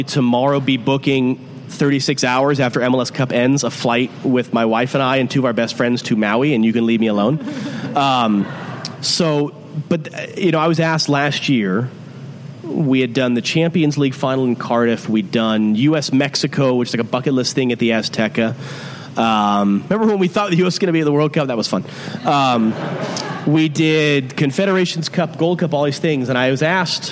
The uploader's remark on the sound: at Civic Taproom in Portland